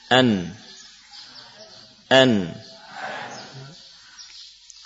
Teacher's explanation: dibaca dengan meletakkan ujung lidah pada gusi dengan tetap memberikan sifat-sifat yang dimiliki oleh nun tanpa memperpanjang gunnah. · Term: idhar